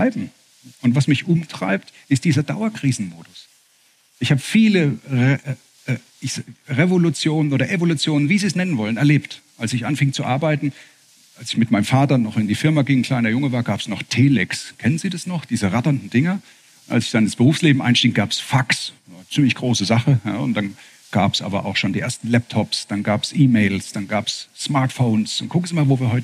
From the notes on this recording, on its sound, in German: Bei seinem Auftritt in Mannheim auf Einladung des „Mannheimer Morgen“ und der Reiss-Engelhorn-Museen